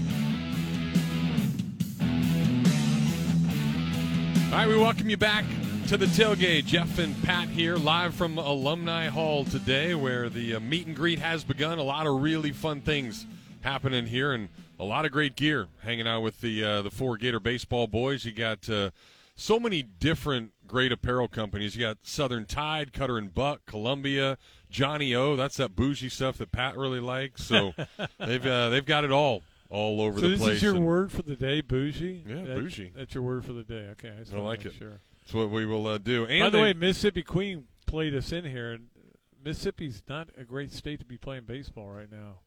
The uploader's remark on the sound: Joined the show outside of Alumni Hall. Took your calls about the team's recent sucess.